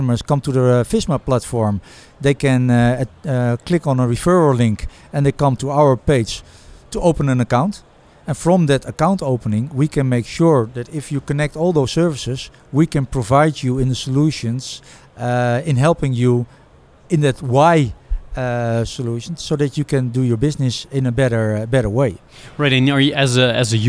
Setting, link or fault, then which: setting, busy venue